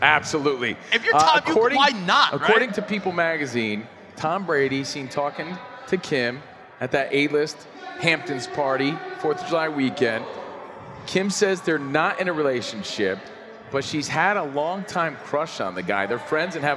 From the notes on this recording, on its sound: NBA-Con Las Vegas. Are live at the tip-off of the NBA Summer League!